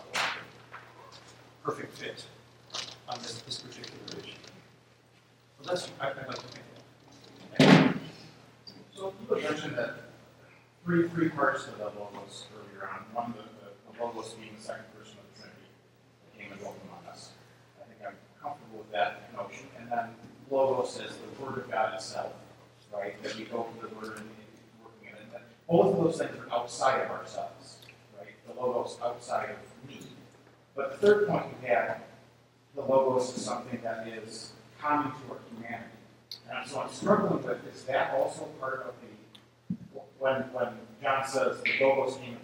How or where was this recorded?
live audience